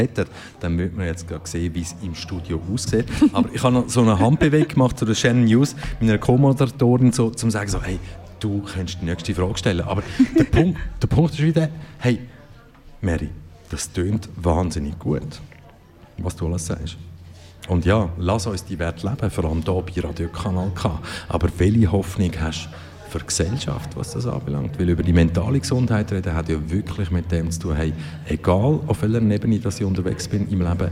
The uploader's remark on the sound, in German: Live von der Jahresversammlung. Kanal K.